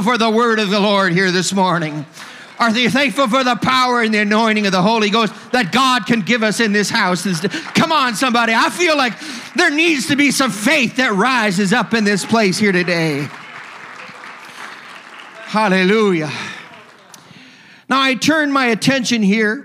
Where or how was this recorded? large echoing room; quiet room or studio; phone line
large echoing room